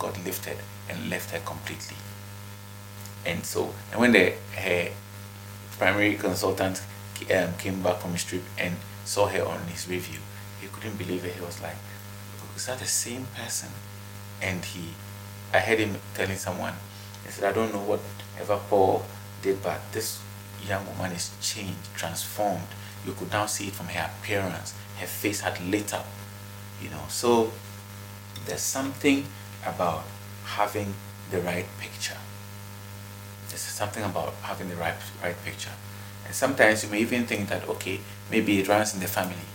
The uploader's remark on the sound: Kindly pardon the background noise.